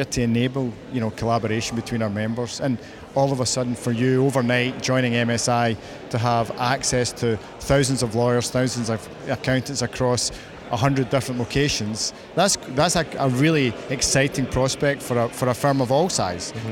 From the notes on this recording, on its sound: We hear more live interviews from the recent International Accounting Forum and Awards 2022 which took place in London recently. AIBN were the official knowledge and broadcast partners of the event. Enjoy the live buzz of the event!